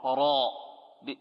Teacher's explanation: هكذا تنطق الراء، راء بارتفاع أقصى اللسان، ركز على أقصى اللسان في التفخيم